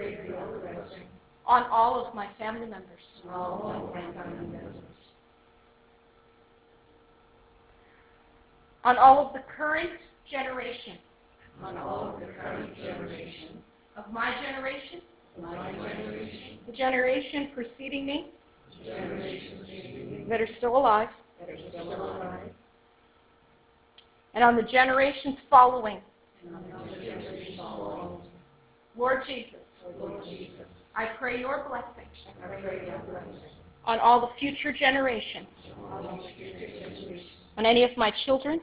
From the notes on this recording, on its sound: This is the recording from the live training session of Gentle Care Prayer Ministry Advanced Building Training, held on June 4, 2016, at Centre of Hope Victory Church in Kincardine, Ontario.